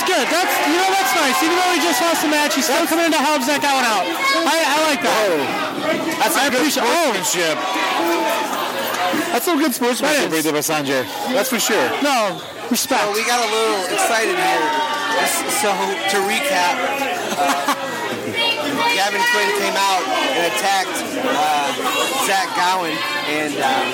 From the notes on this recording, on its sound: Live From XICW 201